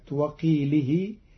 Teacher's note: قرأ قالون كلمة وقيله بنصب اللام وضم الهاء بعدها واو الصلة القصيرة